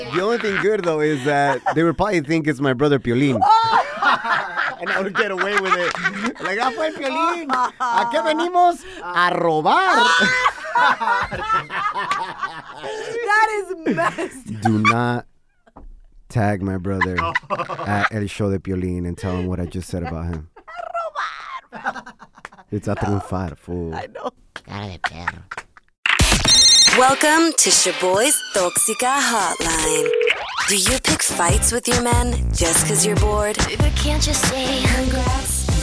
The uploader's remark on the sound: We opened up the phone lines and asked our listeners what they absolutely cannot let go of for "Lent".